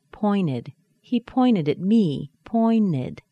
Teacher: once we add the unstressed syllable, that T can disappear. So you might hear pointed.